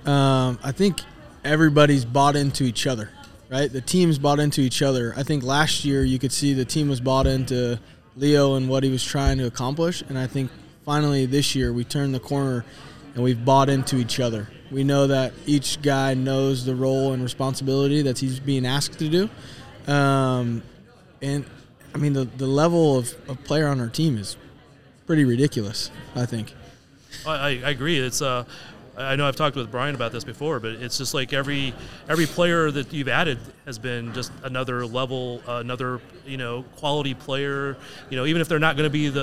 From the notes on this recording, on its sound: We're recording from the United Soccer Coaches Convention in downtown KC this week, and there's a certain buzz about arena soccer around here.